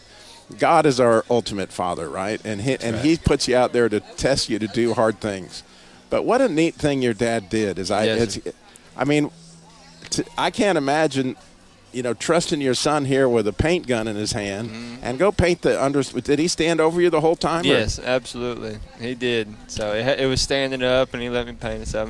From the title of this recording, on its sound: Live from the Sweetwater Baptist Church Car Show!